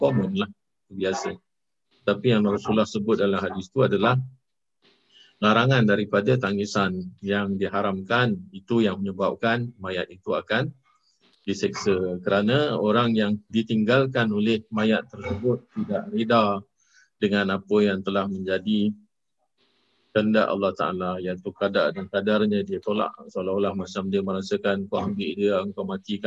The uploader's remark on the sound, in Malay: Rakaman zoom pada setiap Khamis 9 mlm (waktu Singapura)